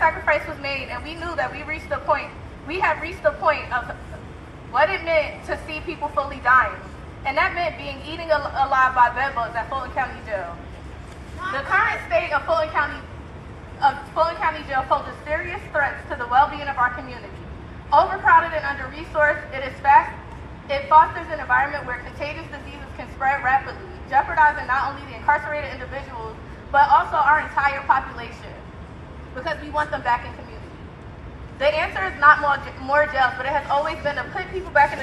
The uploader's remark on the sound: Public health workers against Cop City held a rally outside of the American Public Health Association (APHA) annual meeting held in Atlanta, GA at the Georgia World Congress Center.